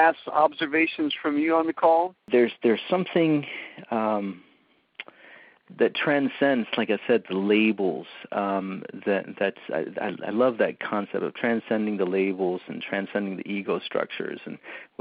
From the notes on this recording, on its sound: On this recording of our August 3, 2010, teleseminar.